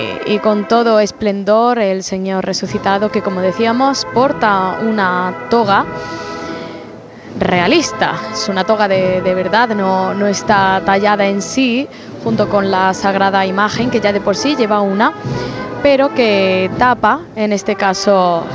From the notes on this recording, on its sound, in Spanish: Retransmisión en directo del Domingo de Resurrección en Jaén en el año 2023. Hermandad del Resucitado.